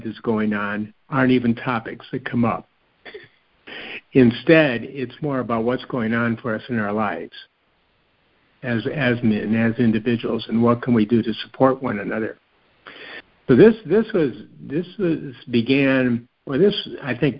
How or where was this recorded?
phone line